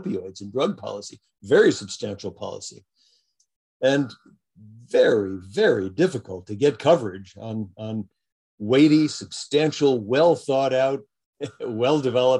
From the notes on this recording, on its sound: jumped on a Zoom